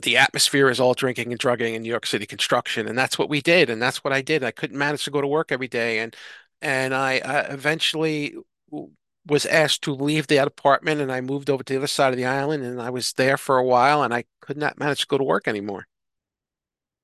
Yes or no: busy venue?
no